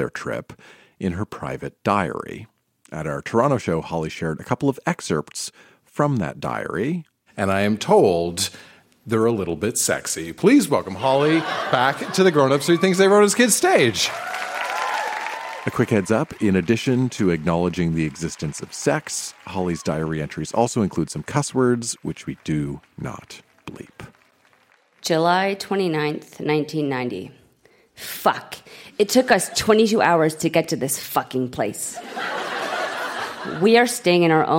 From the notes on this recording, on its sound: Recorded live at The Royal Cinema in Toronto.